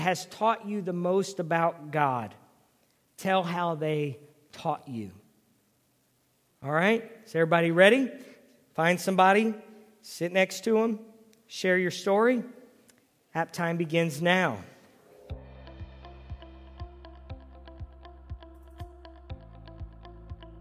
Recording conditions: large echoing room